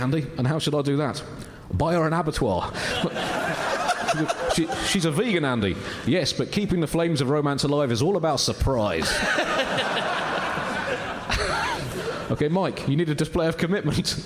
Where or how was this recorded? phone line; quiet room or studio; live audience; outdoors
live audience